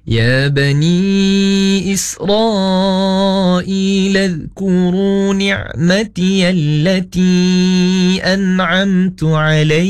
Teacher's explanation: sifat mad asli dibaca dengan dua harakat